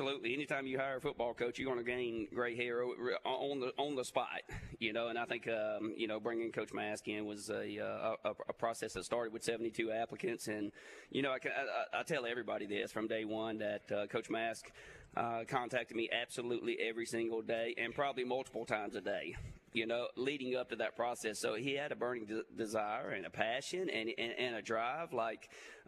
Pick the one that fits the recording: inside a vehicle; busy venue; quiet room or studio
busy venue